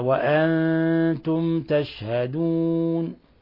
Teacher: الميم الساكنة تظهر يسمى إظهار شفوي لأن التاء من الحروف 26 الباقية بعد الميم والباء التي تظهر